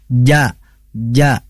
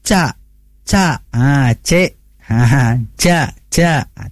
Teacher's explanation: Baik, kita fokus kembali pada kalimat taja'al. Nah, ada jim bersukun, yang dimana jim itu harus memantul · Shown in: first take